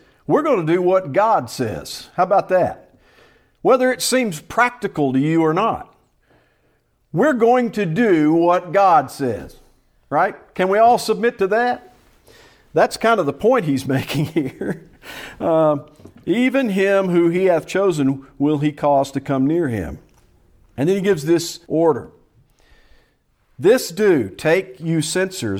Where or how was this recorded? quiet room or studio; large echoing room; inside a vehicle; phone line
large echoing room